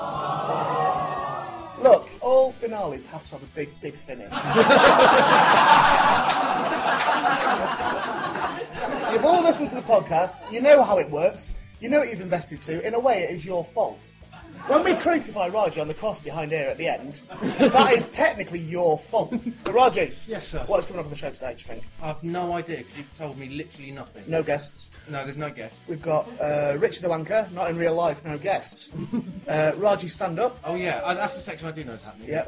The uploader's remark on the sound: Live Episode 5